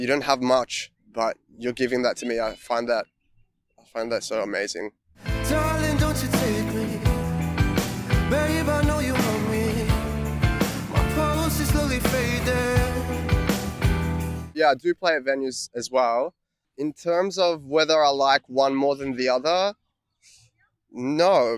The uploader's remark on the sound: Interview recorded on April 15, 2022 (Alexandra Gardens by the Yarra River, Melbourne Central Business District)